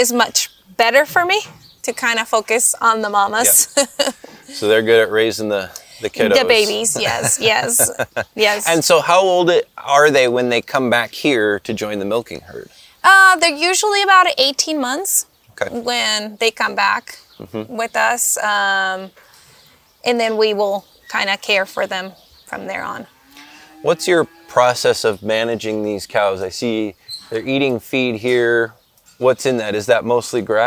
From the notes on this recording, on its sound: We visit the farm and learn how she raises cows, producing milk to make artisanal cheeses at Golden Glen Creamery, just a stone's throw from shores of Puget Sound.